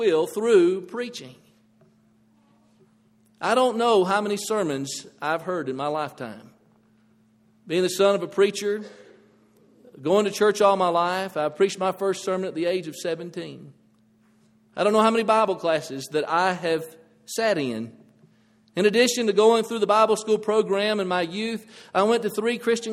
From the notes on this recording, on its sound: This audio presentation is provided from the Bear Valley church of Christ in Denver, Colorado.